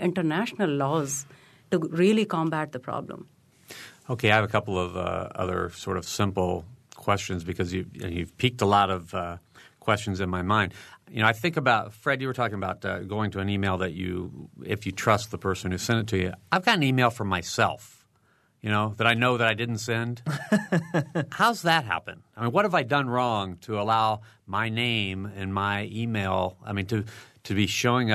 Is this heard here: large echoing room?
no